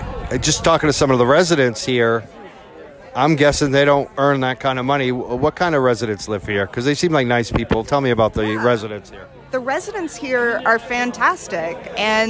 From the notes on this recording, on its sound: We spoke to and recorded audio from Saturday’s Rally outside of the rental property.